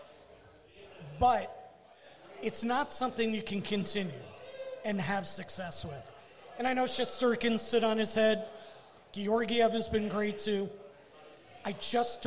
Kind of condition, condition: setting, busy venue